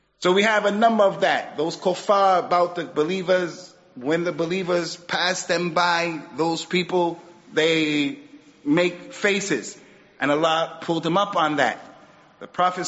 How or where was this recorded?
large echoing room